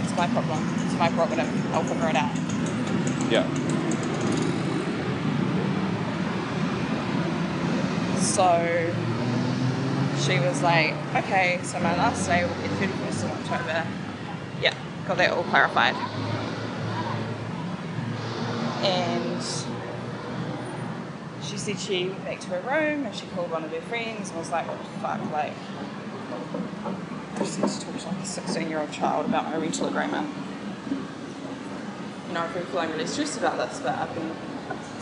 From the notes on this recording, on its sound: Part 1 of the weekend trip to Chengdu China. Hear the sights and sounds of Chengdu China.